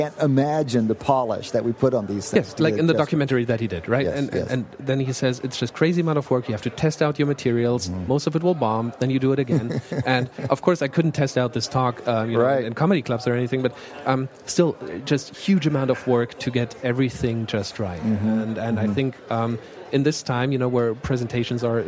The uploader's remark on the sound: At the Wharton People Analytics Conference.